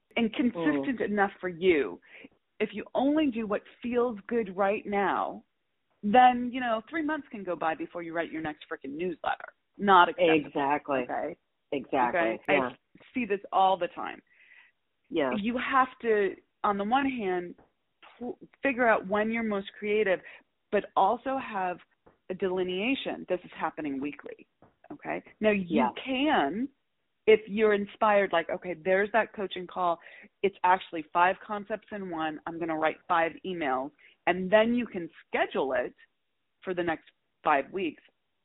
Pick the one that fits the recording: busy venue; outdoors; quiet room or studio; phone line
phone line